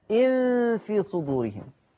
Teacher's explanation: آخر حاجة عايز أكد عليها، إن في صدورهم، لما تبصوا عليها في رسمة المصحف النون عارية تماما مخففة يعني، والنون المخففة وراء حرف الفاء تخفى عند الفاء · Term: الإخفاء